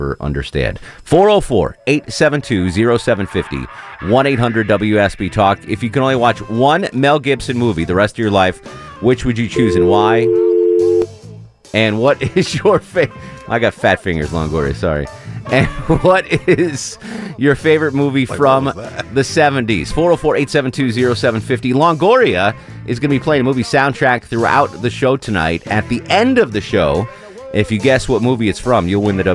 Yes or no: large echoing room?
no